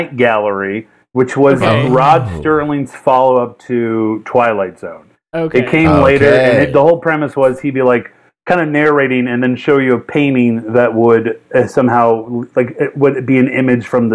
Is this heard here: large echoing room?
no